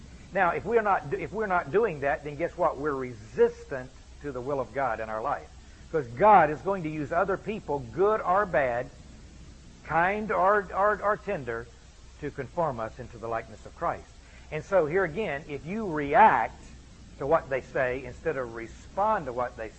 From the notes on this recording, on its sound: gave this lecture at an Exchanged Life Institute